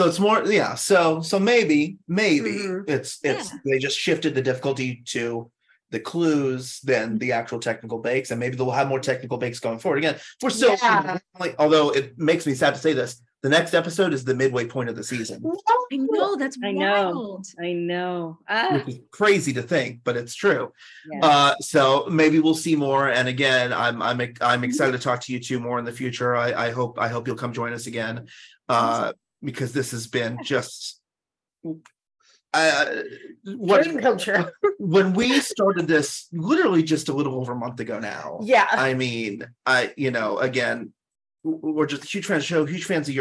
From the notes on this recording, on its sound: over a Zoom call